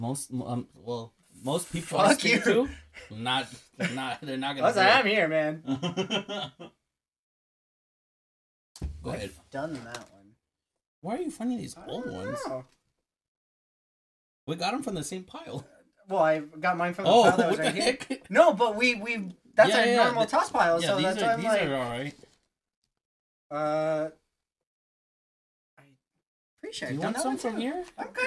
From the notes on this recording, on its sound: Technical difficulties, so it is SCUFFED.